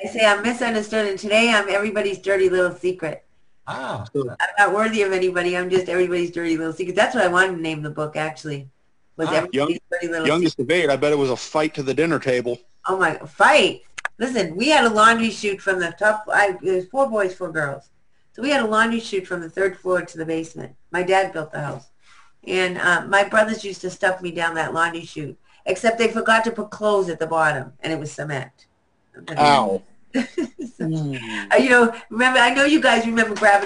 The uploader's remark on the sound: Our Zoom interview.